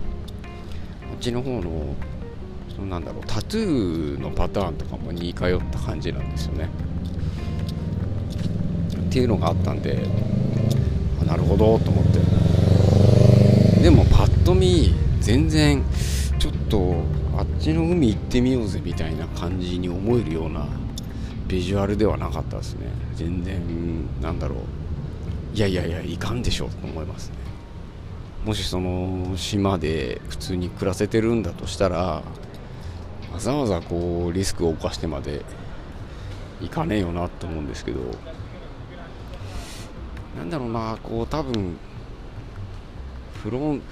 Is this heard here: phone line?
no